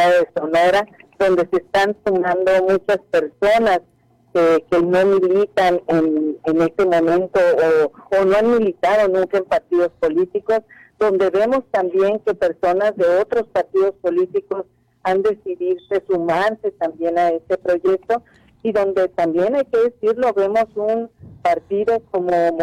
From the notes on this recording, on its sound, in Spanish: Entrevista telefónica Oreja 102.5 FM. Cajeme.